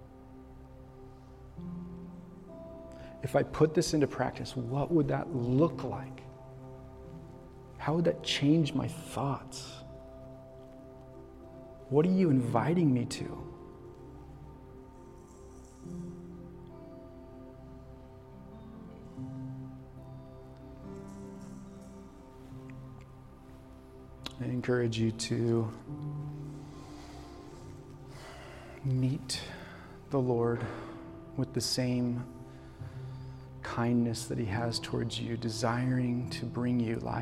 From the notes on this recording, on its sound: This message was recorded on February, 2024, at Union Ridge School in Ridgefield, Wa.